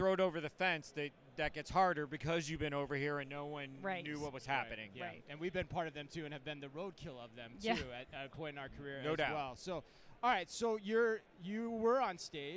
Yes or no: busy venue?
yes